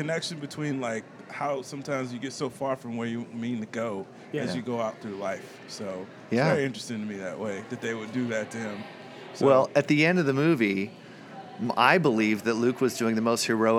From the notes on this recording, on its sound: Live from the Help Me Grow National Forum in Buffalo, New York.